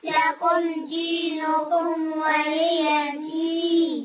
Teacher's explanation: دال كسرة مد عرض السكون جائز 2 4 6 حركات